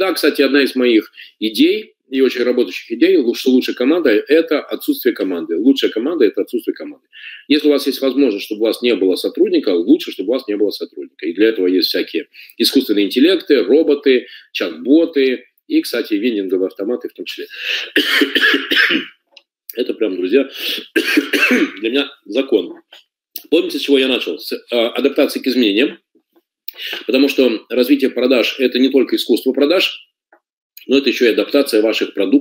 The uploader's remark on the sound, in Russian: Запись вебинара